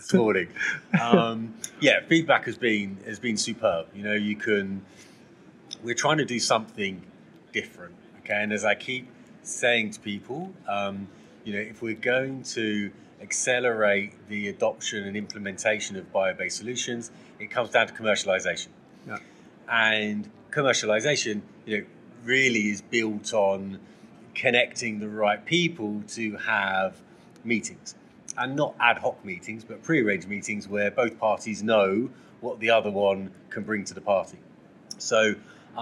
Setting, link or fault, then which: setting, busy venue